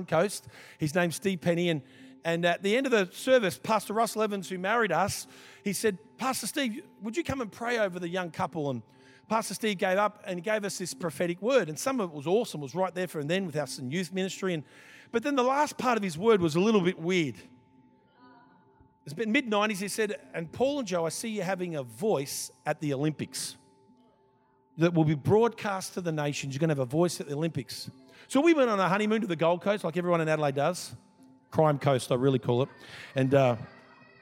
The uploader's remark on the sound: This was recorded in our 9am service on the 29th of January, 2023